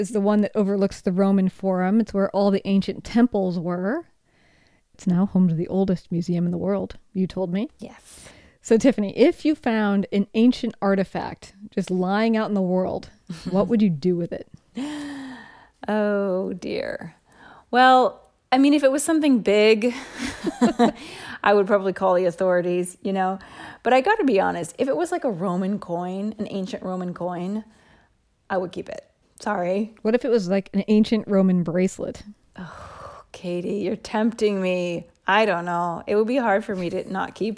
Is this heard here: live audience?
no